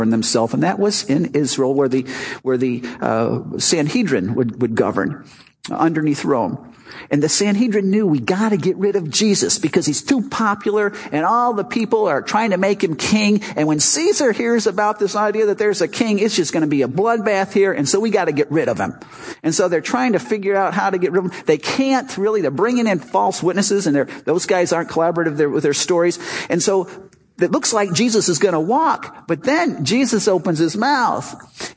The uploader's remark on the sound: Our Easter service "Not Another Dead God".